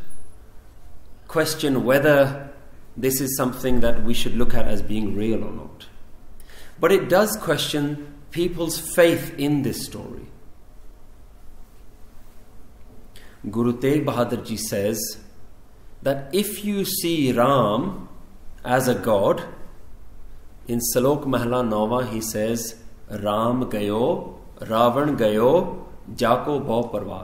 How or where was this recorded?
large echoing room